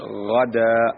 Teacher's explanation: الغين تخرج من أدنى الحلق، نقول غدا. بارك الله فيك.